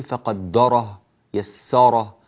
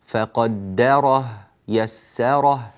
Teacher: رقق الدال ورقق السين · Shown in: second take · لا تقول فقدره يسره، فقدره يسره، هكذا.